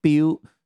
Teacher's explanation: Because Biu, that character, is the first tone. It's the highest tone.